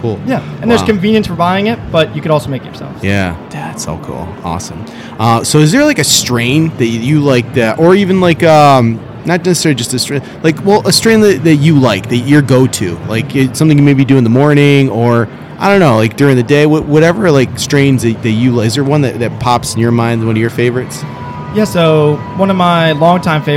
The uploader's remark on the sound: We are recording this episode in the center of MJBiZCon!